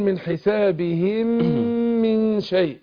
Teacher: هنا ادغمت ميم حسابهم في الميم اللي بعدها بتاعت من، فادغمت الميم في الميم، وفي علامتها في المصحف ان بيعري الميم الاولى عن الشكل ما عليهاش اي تشكيل، والميم الثانيه مشدده، علامه على ان الاولى ادغمت في الثانيه بقت ميم واحده مشدده، ده اسمه ادغام مثلين، لان الميم مثل الميم.